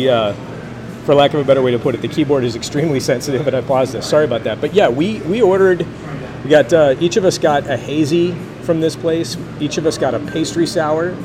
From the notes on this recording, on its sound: live at Ogopogo Brewing in San Gabriel to record their installment of the WatchPodCollective "Doppelgänger" series